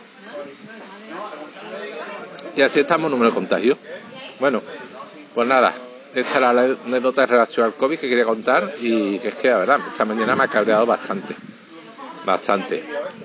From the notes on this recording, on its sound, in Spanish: Con ruido de un pub de fondo, así que la calidad no sera muy buena.